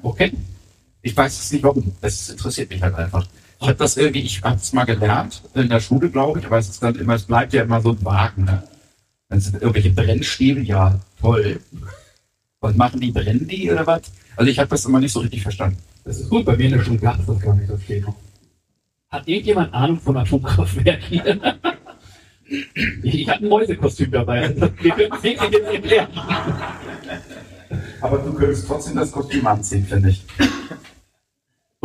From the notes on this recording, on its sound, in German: Unserem ersten Livepodcast von Firlefanz & Zaubertrunken aus Hamburg. Wir hatten leider ein paar tontechnische Probleme bei der Aufnahme und entschuldigen uns für die Tonqualität in dieser Folge.